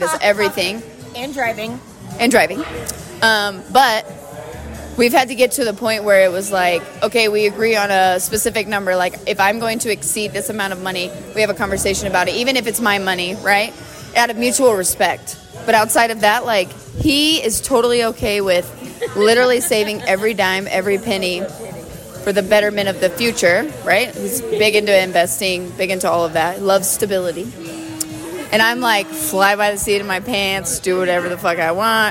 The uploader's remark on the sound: I recently went to Denver for a girl's trip. We were at dinner and me being the podcaster that I am, decided to pull out my phone to record a REALLY good conversation. You will hear that we have dinner, drinks and are very candid about our thoughts.